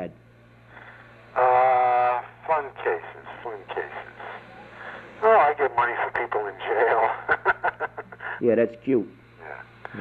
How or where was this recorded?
phone line